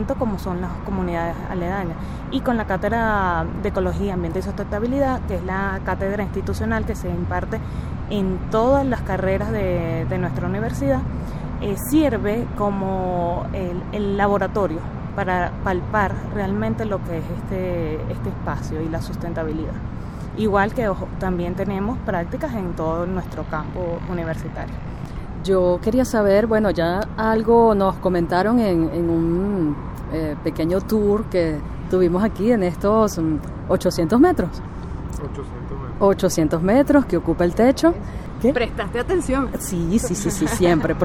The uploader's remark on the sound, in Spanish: Techo verde de la Universidad Católica Andrés Bello (UCAB), ubicada en Caracas, Venezuela. Desde ese techo ubicado en el edificio de postgrado hacemos una serie de preguntas.